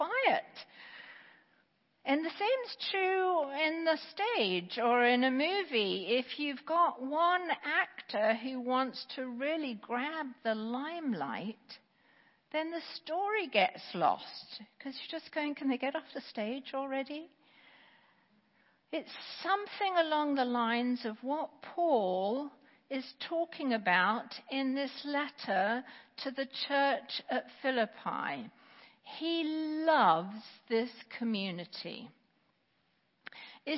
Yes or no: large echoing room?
yes